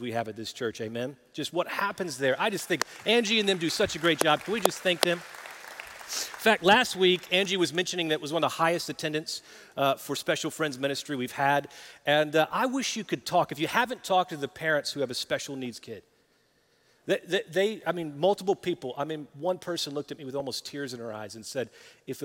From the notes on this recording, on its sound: Recorded live at Brookwood Church.